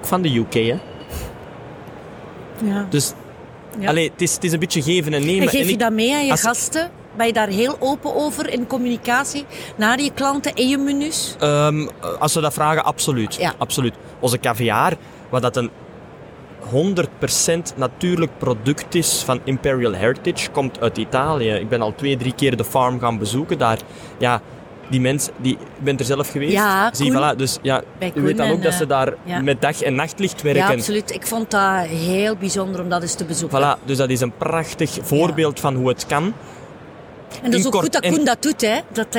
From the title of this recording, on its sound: Horeca Expo Live